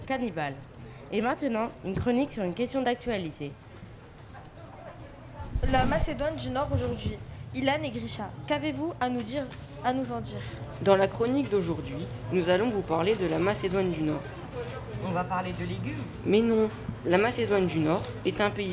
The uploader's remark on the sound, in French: Le Collège Guy Flavien au Musée National de l'Histoire de l'Immigration. Dans le 12e arrondissement de Paris. Enregistrer en public, sur la terrasse du Palais de la Porte dorée. L'émission était l'aboutissement d'un cycle de trois ateliers dans le cadre d'un partenariat entre Radio Campus Paris et le Musée National de l'Histoire de l'Immigration.